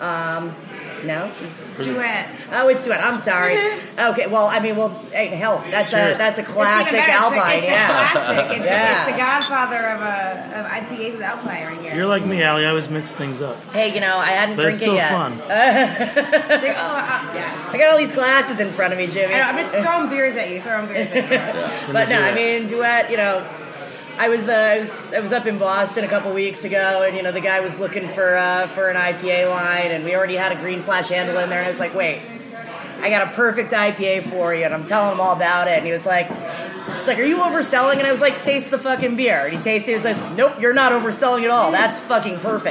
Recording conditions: busy venue